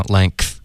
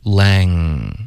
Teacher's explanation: 你的舌根需要顶上去，这样才能发一个后鼻音